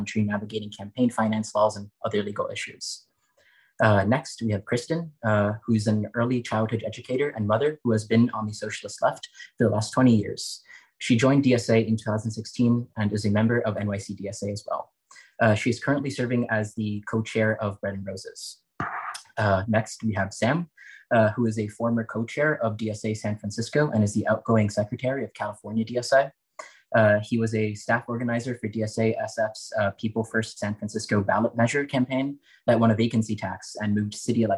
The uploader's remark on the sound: Online Panel Discussion